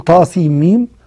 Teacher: أدغمت النون في الميم فصارت مشددة، فتقول طا سين ميم. · Term: مد لازم حرفي مثقل